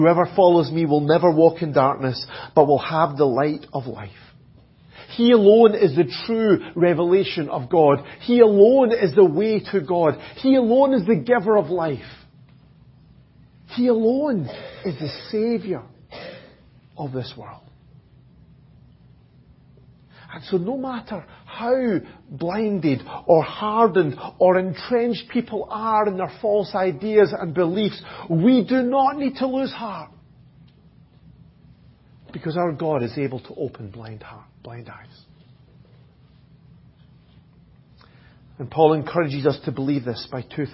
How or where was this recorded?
large echoing room